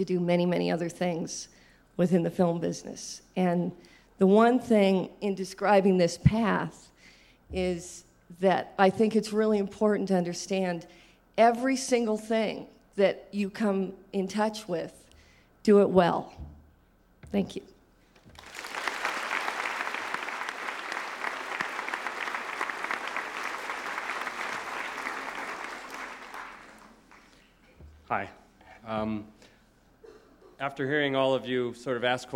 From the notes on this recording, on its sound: In this podcast, recorded at the Academy of Achievement's 1996 Summit in Sun Valley, Idaho.